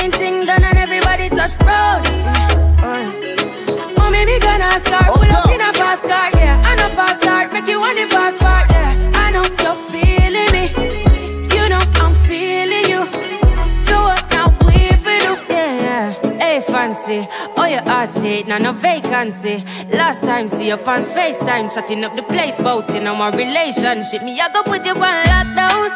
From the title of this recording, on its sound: Hush Lounge 17.10.20 (Live Audio)